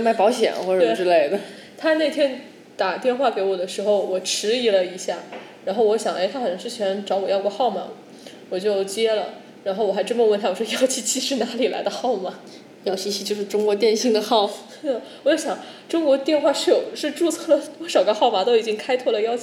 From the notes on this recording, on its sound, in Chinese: 本期节目面基录制，房间混响较大。